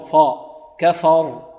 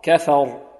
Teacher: تفخيم، وكفر وكفر، ونحذر من تفخيم الفاء، لا نقول إلا من تولى وكفر كفر فا كفر لا كفر كفر، نرقق الفاء ونفخم الراء · Shown in: second take